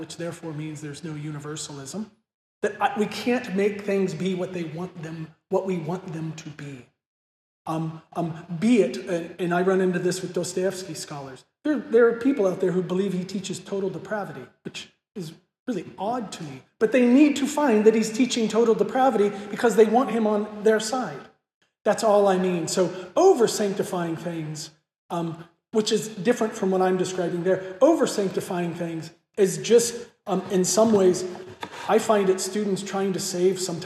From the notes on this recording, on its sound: This lecture was given at Hillsdale College on April 22, 2023 as part of the Thomistic Institute conference. This lecture was given at Hillsdale College on April 22, 2023 as part of the Thomistic Institute conference "Christology in Literature."